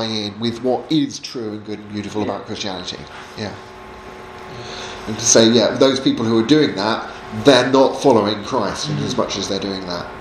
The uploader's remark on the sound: Seminar on 'Apologetic in 3D' at Highfield Church Southampton, from a training day for local youth workers in March 2019.